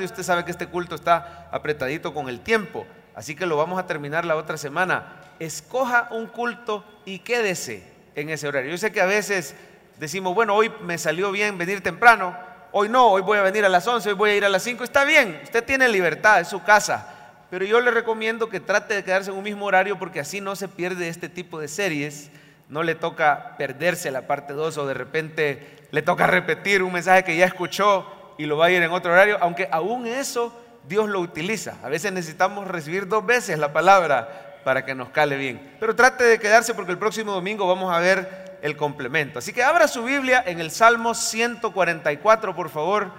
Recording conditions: live audience